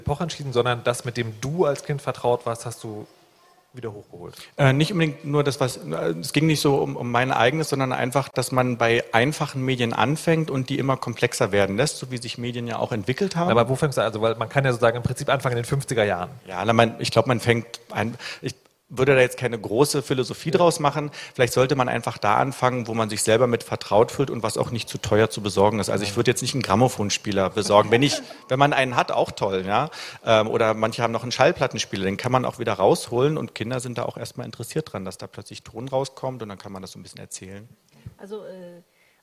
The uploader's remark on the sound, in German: Wir sammeln dazu im Vorfeld der re:publica Elternfragen und wählen die vier häufigsten aus und beantworten sie auf der Bühne. Im Anschluss bitten wir das Publikum um weitere Fragen und bieten einen Platz auf unserer Bühne.